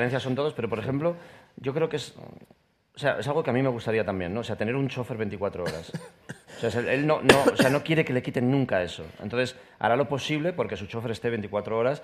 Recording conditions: live audience